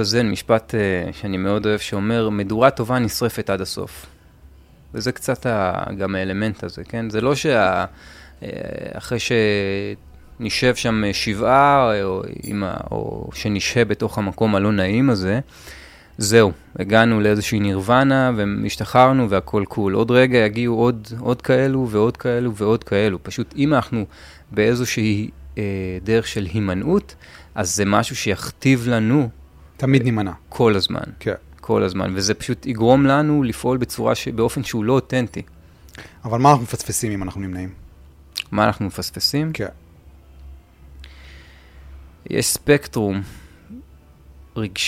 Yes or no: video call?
no